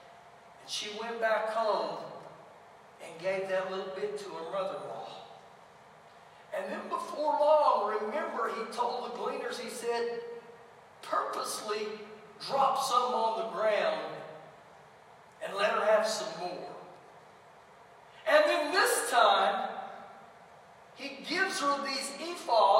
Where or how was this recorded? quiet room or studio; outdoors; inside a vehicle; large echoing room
large echoing room